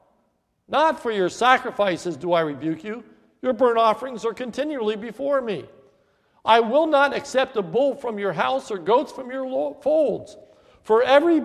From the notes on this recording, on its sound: This is a sermon recorded at the Lebanon Bible Fellowship Church, in Lebanon, PA, on 4/2/2015 during the Maundy Thursday service